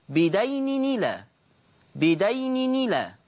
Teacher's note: طيب النقل، النقل بدين إلى، بدين إلى، تحريك التنوين بحركة الهمزة، هذا هو النقل، تحريك التنوين بحركة الهمزة، فتصير نون مكسورة